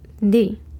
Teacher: La única diferencia es la manera en la que pronunciamos la parte principal de la D. En inglés la pronunciación es mucho más ligera y delicada. Un sonido entre la D y la R.